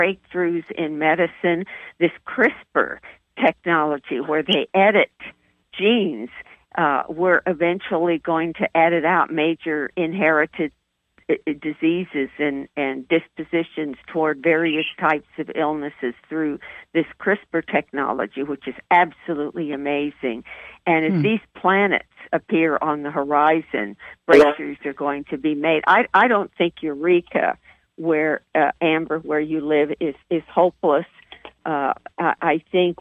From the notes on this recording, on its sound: OUR Show this week is a live call-in